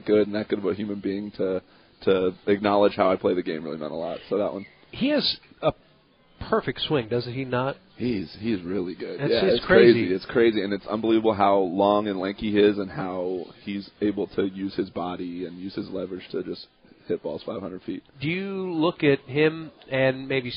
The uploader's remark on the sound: LIVE from PiratesFest Friday night at PNC Park